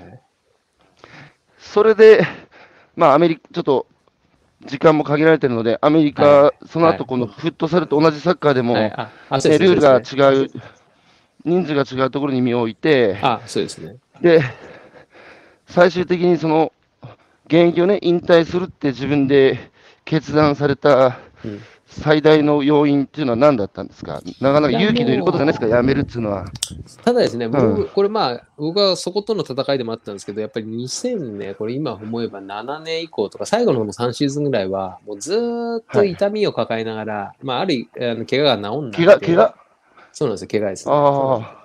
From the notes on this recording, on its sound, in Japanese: 歩きながら1時間、対談する